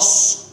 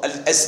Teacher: اللسان يستعلي إلى أعلى الحنك · Term: حروف الاستعلاء